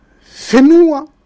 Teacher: il n'y a que les trois îles du sud qui le prononcent le F. Et dans le sud, dans le nord, Henua, le H.